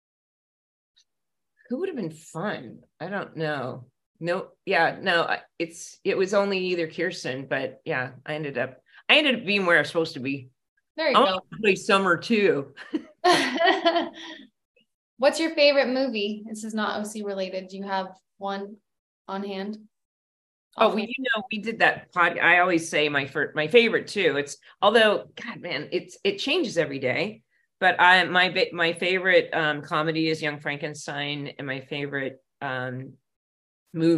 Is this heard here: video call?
yes